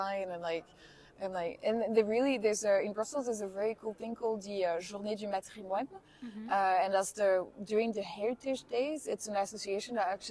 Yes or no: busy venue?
yes